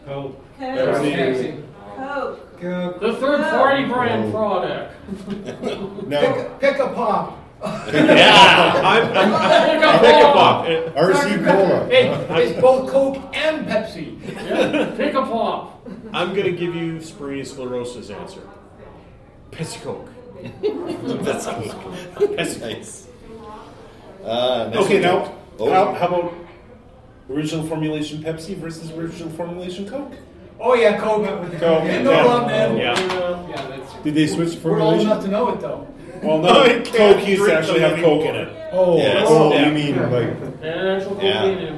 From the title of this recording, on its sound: Episode 380 – Live from Keycon 2022